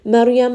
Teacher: ra here is going to be heavy because the letter before has a fatha.